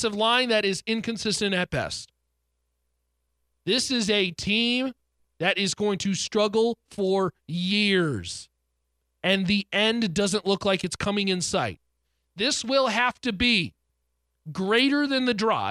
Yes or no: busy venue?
no